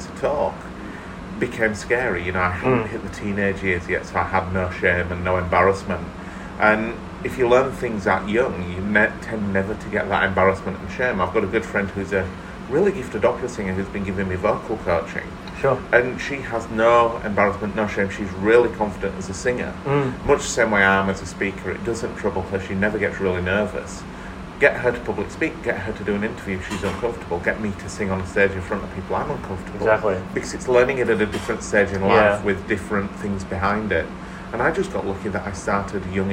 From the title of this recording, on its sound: Live from Pacific Explorer Solar Eclipse Cruise